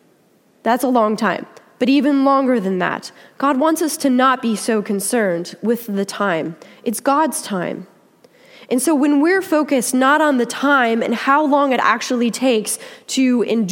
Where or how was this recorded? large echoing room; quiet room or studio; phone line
large echoing room